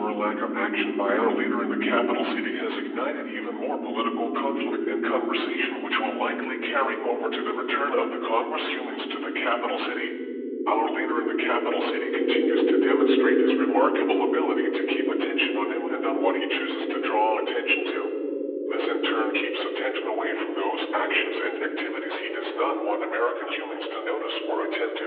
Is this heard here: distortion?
yes